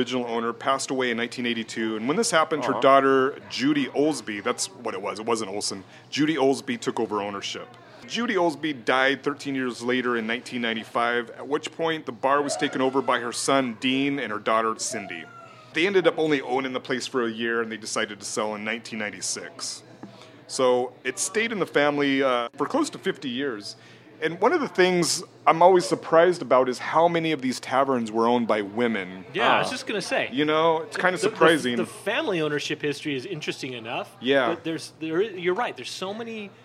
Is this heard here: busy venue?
yes